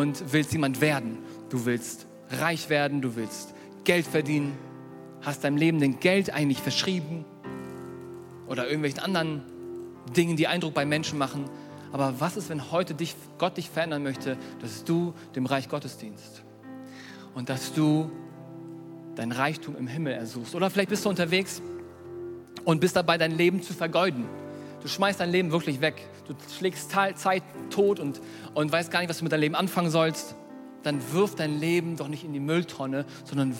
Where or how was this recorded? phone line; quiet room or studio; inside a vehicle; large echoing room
large echoing room